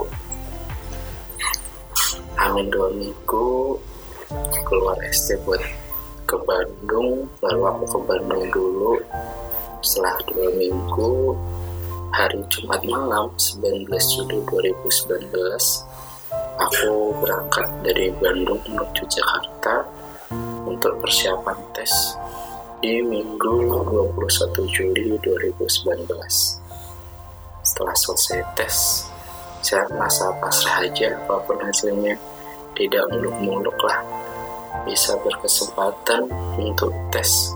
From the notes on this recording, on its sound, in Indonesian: Mohon maaf kualitas suaranya masih belum terlalu baik.